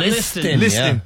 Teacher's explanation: You don't hit no T in listen. · Term: silent letter